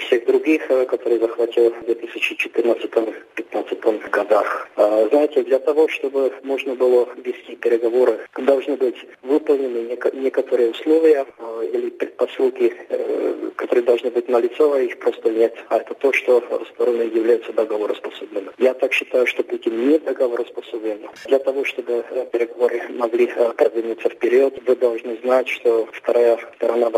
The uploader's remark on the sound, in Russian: Связалось по телефону со специалистом по постсоветским странам, который на момент интервью находился в Армении.